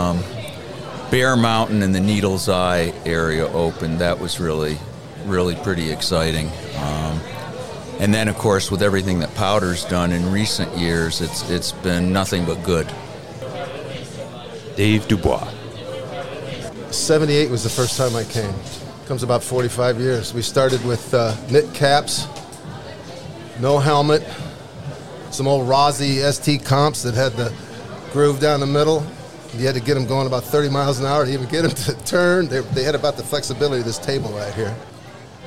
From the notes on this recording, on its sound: The Killington Download Podcast took the microphones on the road and set up shop during one last party at the Mahogany Ridge Bar.